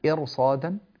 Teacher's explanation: قد تأتي الراء أيضا ساكنة وقبلها مكسور ونفخمها، متى؟ إذا جاء بعدها حرف استعلاء غير مكسور في كلمة واحدة · Term: تفخم الراء